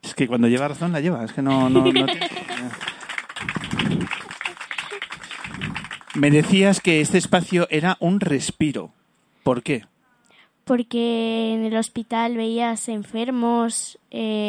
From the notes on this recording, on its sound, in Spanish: Segunda parte del programa Especial que hemos grabado en la azotea del Hospital Infantil 12 de Octubre de Madrid.